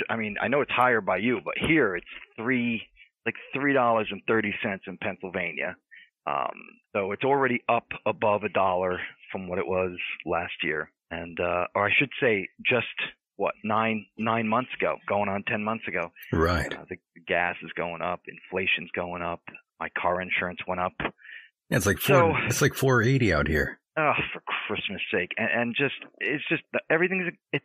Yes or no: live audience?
no